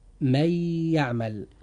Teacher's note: من يعمل مكون من كلمتين، حرف الإضغام في هاتين الكلمتين هو حرف الياء، ونوع الإضغام فيها إضغام بغنة. أما سبب الإضغام فقد وقع بعد النون الساكنة حرف من حروف الإضغام وهو حرف الياء